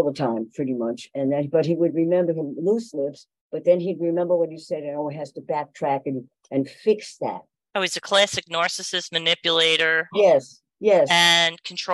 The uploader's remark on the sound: Welcome to the Psychic & Metaphysics Free-for-All, a Spiritual Insights online event previously recorded on Zoom. Live calls are Not taken.